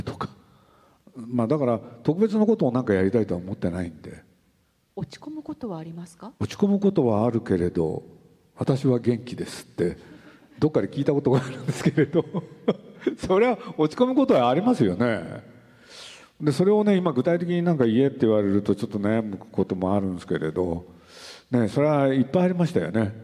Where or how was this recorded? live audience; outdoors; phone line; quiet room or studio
live audience